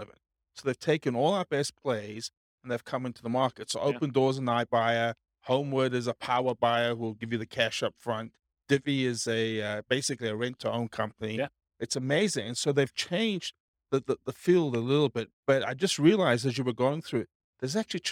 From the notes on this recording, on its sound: Real estate entrepreneurs in Elk Grove, California. This was a live class recorded. Live in-person version.